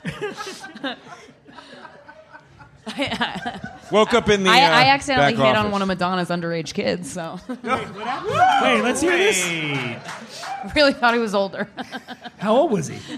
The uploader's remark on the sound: Live from The Stand Comedy Club, NYC. We celebrate a return to semi-normalcy with a live recording at The Stand Comedy Club in New York City.